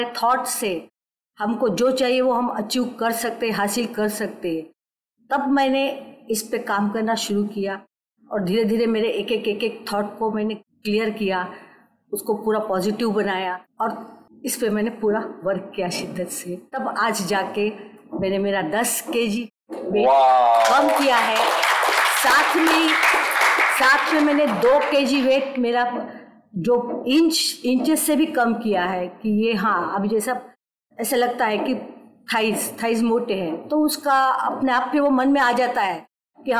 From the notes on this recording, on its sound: This 26th episode was recorded with our Live Audience